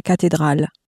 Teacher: Notice that the TH in cathedral is pronounced as a T sound in French, as it always is.